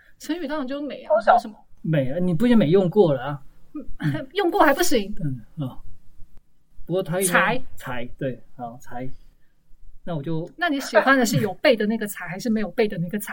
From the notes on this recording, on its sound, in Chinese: 因為年初突發的疫情改為遠端錄音，品質不佳之處，請大家多多見諒